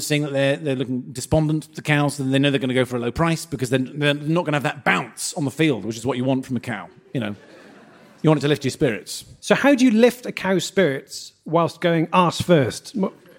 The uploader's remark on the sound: Live At The Great British Cattle Bazaar. Highlights from our recent live show at the Great British Cattle Bazaar.